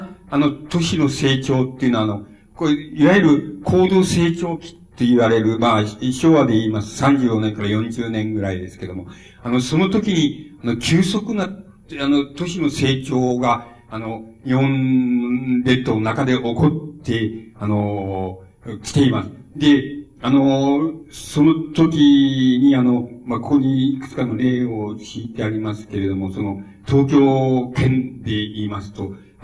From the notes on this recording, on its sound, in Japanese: 主催：筑波西武リブロブックセンター 場所：エキスポセンター コズミックホール。音源は主催者提供。